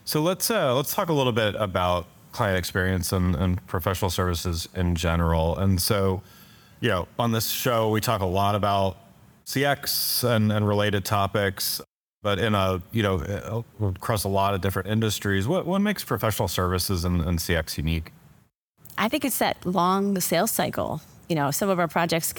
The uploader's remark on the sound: I am here in Durham North Carolina at the 2023 CXPS - that’s Customer Experience for Professional Services - Conference.